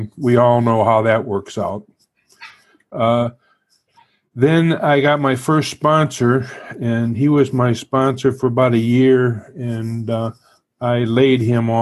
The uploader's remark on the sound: The weekly zoom speaker meeting hosted by the Barcelona fellowship features a different old timer each week.